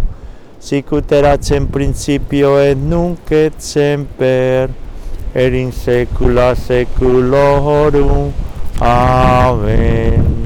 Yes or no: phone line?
no